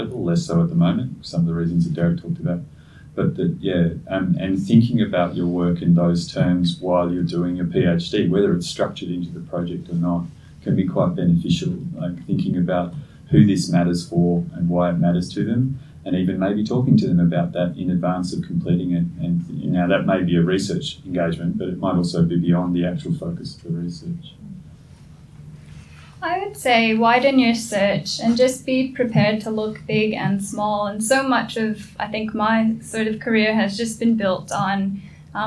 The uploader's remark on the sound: Recorded their roundtable at the AAS held at the Australian National University! The audio quality might be a bit different from what you are used to because we recorded at a conference venue and not at our usual studio!